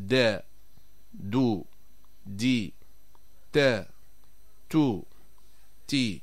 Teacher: في حرف الدال والتاء فإن مؤخرة اللسان لا ترتفع فيتسع المخرج، فنقول مثلا دا دو دي تا تو تي.